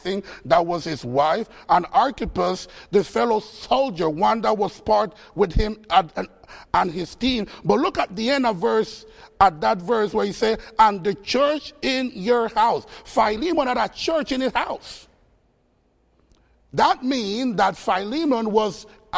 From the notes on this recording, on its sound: Faith Baptist Church in Hamilton, NJ.